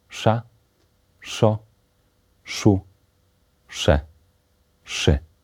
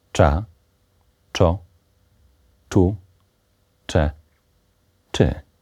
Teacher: Z kolei spółgłoski sz i cz są bezdźwięczne.